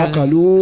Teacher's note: فإذا وقف حذف تلك الصلة، إذا وقف على الكلمة يقف عليها بسكون الهاء